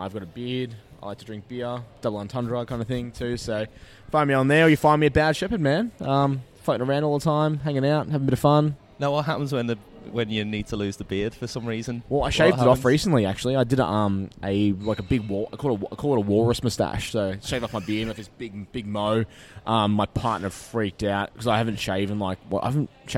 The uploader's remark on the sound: The episode was recorded at the brewpub in Cheltenham.